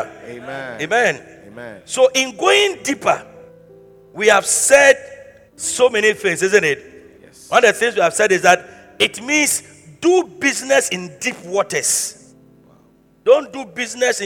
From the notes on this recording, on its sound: Preached at the Truth Cathedral